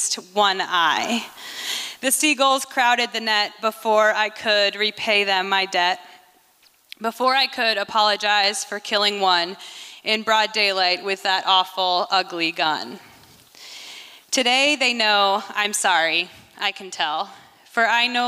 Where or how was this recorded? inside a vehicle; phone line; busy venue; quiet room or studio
busy venue